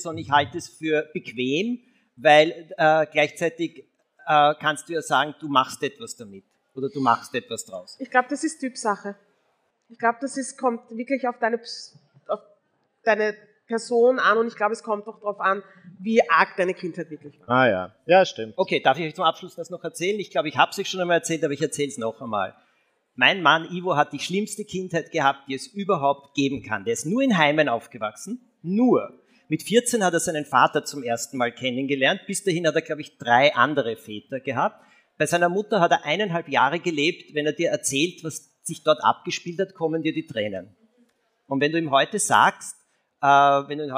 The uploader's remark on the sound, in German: LIVE vom Ö3-Podcastfestival. Direkt aus dem Livepublikum wurde das Wort der Woche quasi auf die Bühne geworfen.